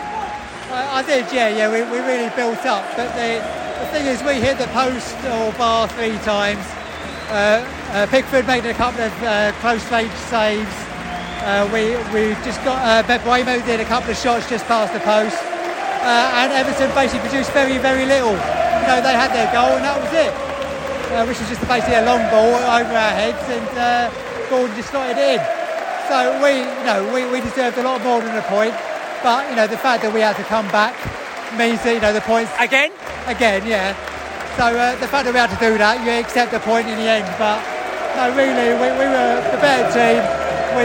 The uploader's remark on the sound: Post-match podcast from the stands